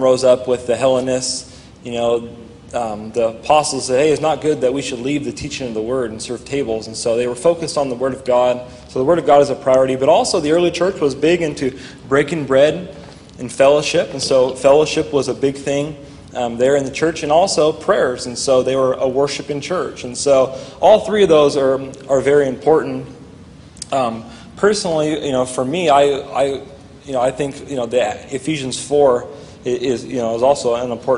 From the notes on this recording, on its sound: during a live Q&A session